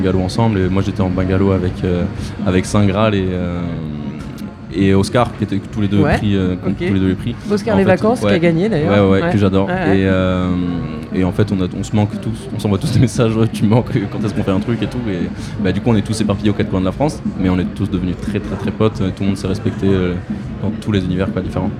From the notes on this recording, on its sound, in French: L’amusicale au Festival Beauregard 2022. En direct de l'espace presse du Festival Beauregard 2022 à Hérouville-Saint-Clair (14) avec les radios associatives musicales en Normandie de L'amusicale.